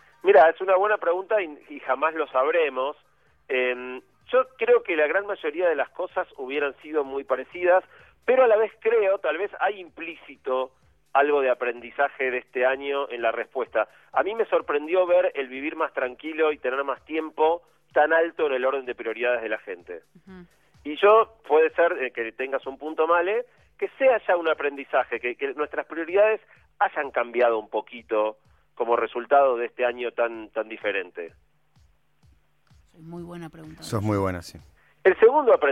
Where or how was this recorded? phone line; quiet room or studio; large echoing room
phone line